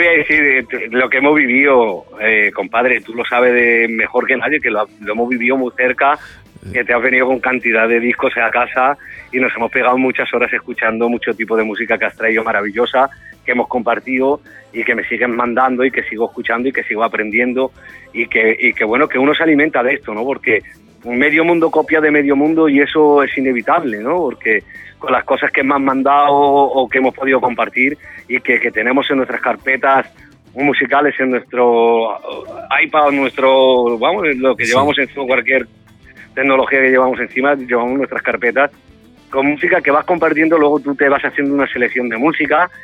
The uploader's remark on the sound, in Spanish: Hemos tenido una mas que interesante charla telefónica.